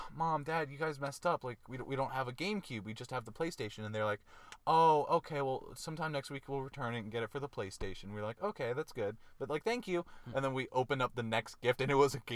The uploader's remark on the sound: Christmas Carcast.